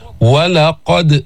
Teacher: القاف من حروف الاستعلاء، يعني فيها تفخيم ينشأ عن هذا الاستعلاء. ولقد بدك تحرك الفم لتأتي بصفات الحروف وبمخارج الحروف، ثم تأتي بالقلقلة في هذه الدال الساكنة.